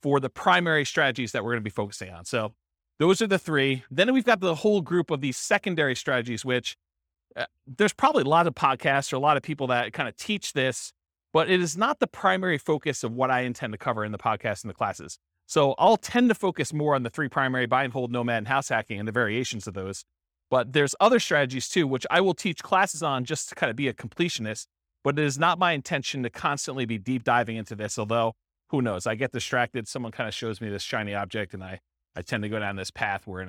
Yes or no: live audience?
yes